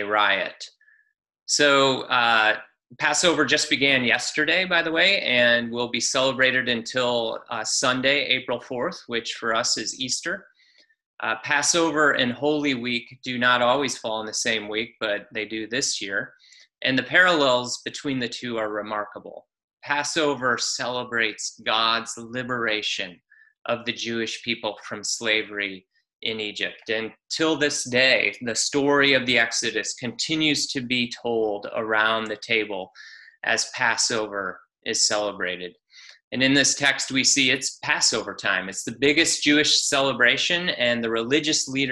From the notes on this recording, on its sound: Palm Sunday Zoom Church.